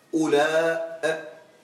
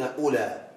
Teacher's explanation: لغة المد معناها أن تكون بالهمزة كالاسم الممدود، تقول هؤلاء، أو تقول بدون الهاء أولاء، كما تقول ها سماء ودعاء، لذلك تسمى لغة المد. ولغة القصر معناها أن تكون بلا همزة، يعني أن تحذف الهمزة فيكون في النهاية ألف · Shown in: second take